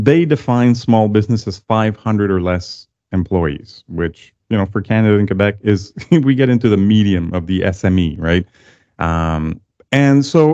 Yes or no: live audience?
no